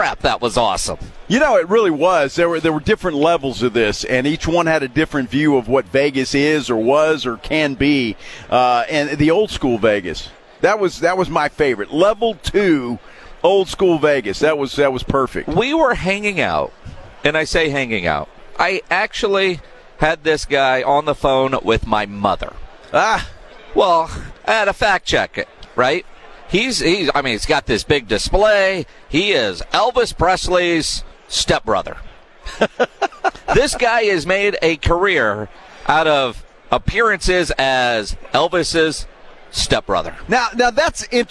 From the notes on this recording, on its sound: Live from Day 3 of Media Row in Las Vegas